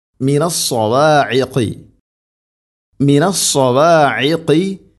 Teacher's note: ഐന് തൊണ്ടയുടെ മധ്യഭാഗമാണ്, ഖാഫ് തൊണ്ടയുടെ മുകൾ ഭാഗവും കഴിഞ്ഞ് ചെറുനാക്കിൻ്റെ ആ ഭാഗം